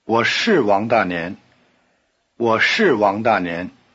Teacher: when it is emphasized, as in, yes, I am, 是 keeps its long R sound and the falling tone